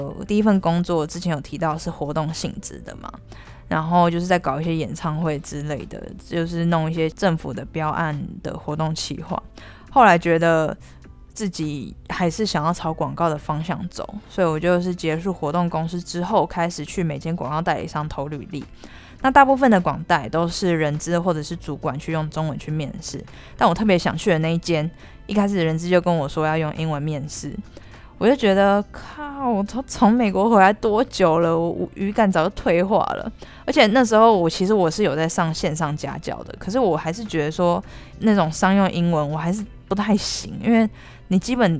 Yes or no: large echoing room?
no